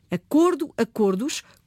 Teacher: Quando passou a funcionar como nome, o O passou a ser a vogal da sílaba tónica e ficou fechado. No plural, essa pronúncia mantém-se fechada.